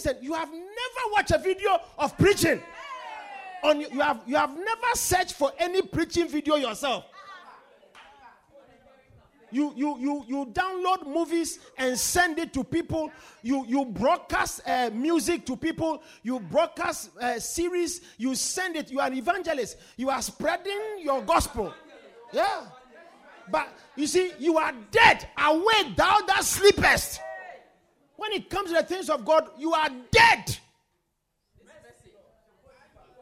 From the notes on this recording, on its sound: Preached at The Supernatural Encounter Service.